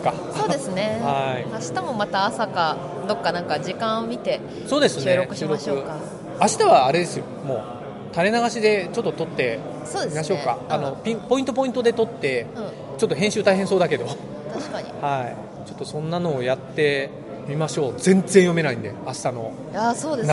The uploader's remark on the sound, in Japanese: 海外ゲームショー遠征スロバキア編。GameDays初日。会場のライブ収録のため、雑音が多く音声が聞こえにくい箇所が多々あります。